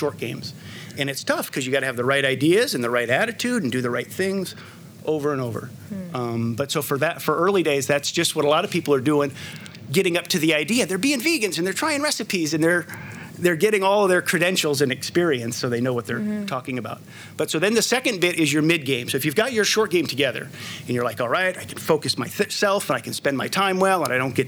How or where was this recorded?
busy venue